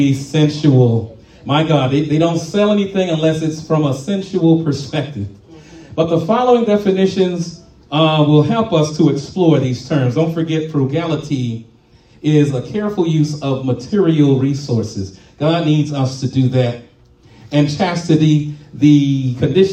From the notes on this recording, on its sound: live at RACC